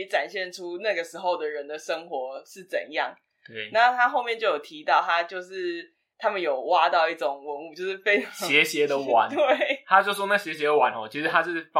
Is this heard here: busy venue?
no